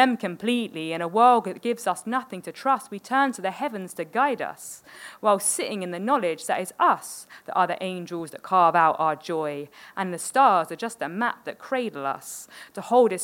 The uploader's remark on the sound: Hosted a live panel discussion. Live Recording from 10 Sep 2022 as part of London Podcast Festival 2022 held at Kings Place.